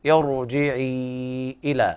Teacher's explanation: نفخم الراء لأن الكسر قبلها عارض، ارجعي إلى، مع المد أربع حركات أو خمس في المد المنفصل، ارجعي إلى ربك راضية مرضية.